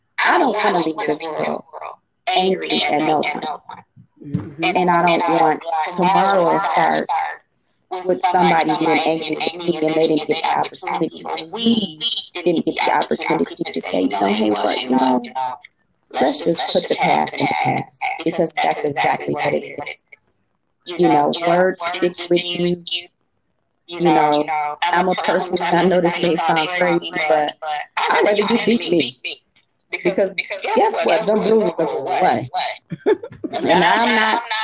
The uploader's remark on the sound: Please listen and forgive the audio..its definitely a learning process..